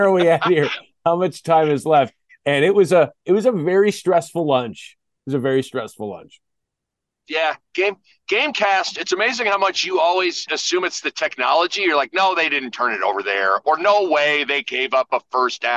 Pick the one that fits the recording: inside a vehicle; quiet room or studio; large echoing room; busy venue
inside a vehicle